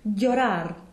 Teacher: Some people will say instead almost a phonetic D followed by a J glide